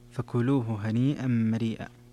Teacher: في قوله هنيئا مريئا أيضا مد في هنيئا، مد متصل، اتفق القراء على مده